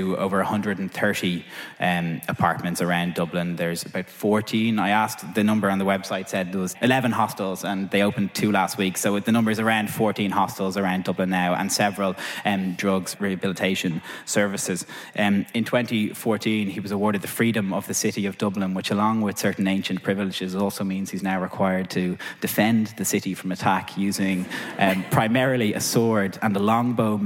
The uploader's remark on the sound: Recorded live at the historic City Assembly House in Dublin. In this live show-come-podcast episode. Each section features live performance of songs on those same themes from our music guest.